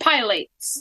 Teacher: Put the accent on the second syllable.